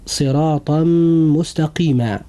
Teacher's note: هنا جاء التنوين في كلمة صراطا، وجاء بعد التنوين حرف الميم وهو من حروف الإدغام بغنة، ولوقوع هذا الحرف بعد التنوين لابد أن يحدث إدغام بغنة